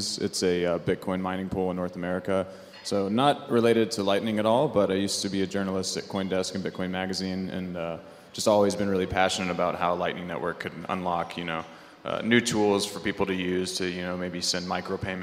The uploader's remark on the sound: This is a recording of the panel discussion. At the Adopting Bitcoin conference in San Salvador in November 2021.